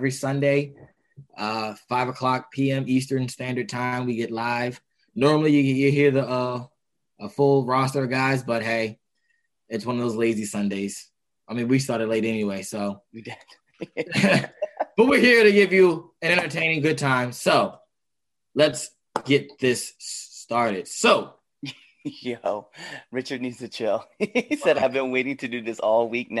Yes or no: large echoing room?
no